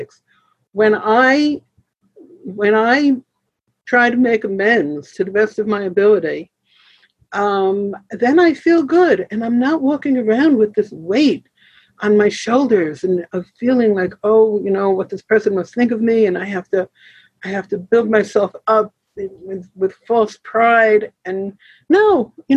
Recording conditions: video call